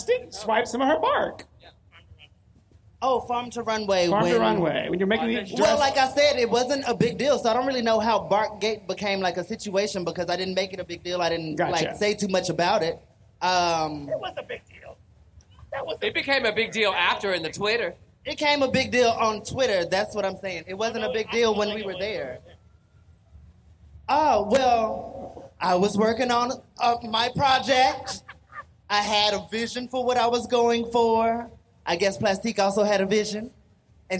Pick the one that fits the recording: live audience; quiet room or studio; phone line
live audience